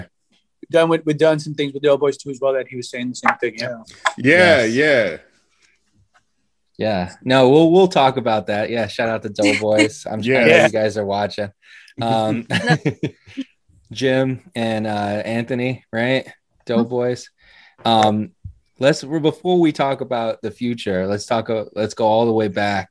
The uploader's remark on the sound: Recorded Live on Zoom 3/22/2021.